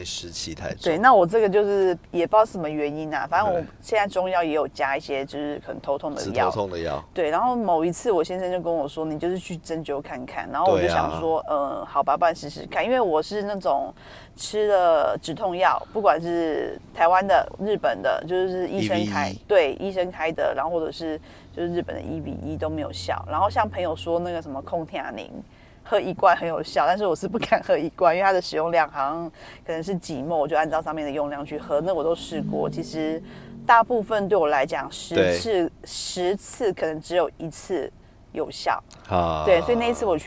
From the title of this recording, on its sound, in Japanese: ドライブトーク！(開車聊天)